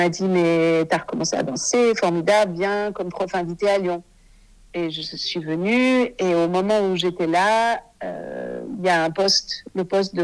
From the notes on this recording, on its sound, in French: Cet épisode a été enregistré par téléphone